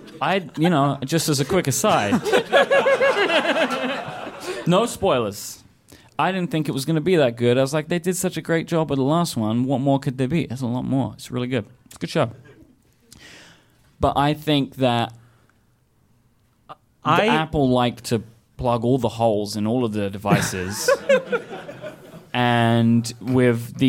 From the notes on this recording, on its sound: LIVE in Chicago. All in view of a studio audience in Chicago, Illinois.